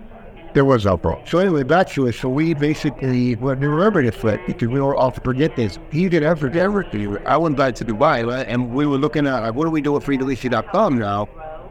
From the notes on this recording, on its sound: recorded on-site at Benzinga Cannabis Conference